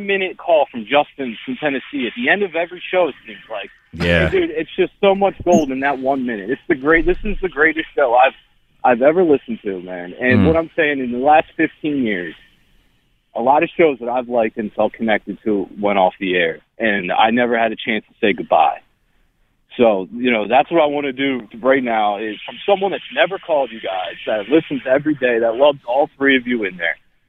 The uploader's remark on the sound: take your calls